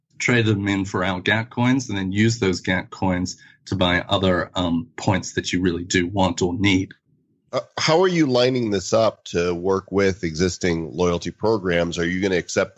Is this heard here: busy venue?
no